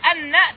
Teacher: أنها تخفف أحيانا، تخفف بحذف إحدى النونين، فبدلا من أن تقول أن تقول أن. · Term: أن المخففة